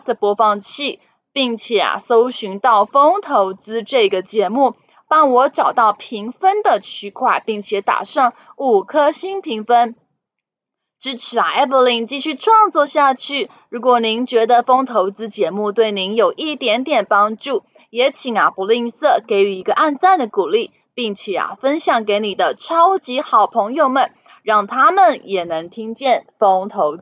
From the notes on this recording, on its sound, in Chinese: 本集有些許雜音，已亟力避免，如有察覺請多多包涵